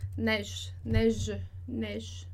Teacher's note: Sem o som do último E, porque ele não tem acento